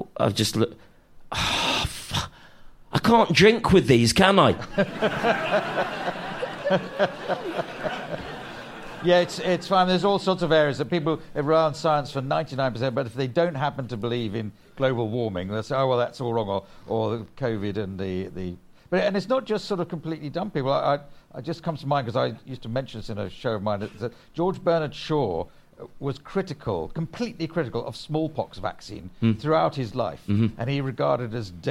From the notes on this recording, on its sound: LIVE! Joined on stage by the comedian. This episode was recorded live at the Edinburgh Fringe, August 2023.